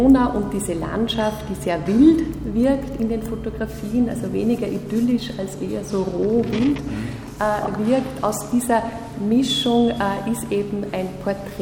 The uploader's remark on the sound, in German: In der Sendung zu hören ist ein Ausstellungsrundgang mit den Künstlern und Kuratorinnen. An dem Nachmittag in der Landesgalerie ist neben dem Gespräch auch ein Vortrag zur Fotoserie zu hören.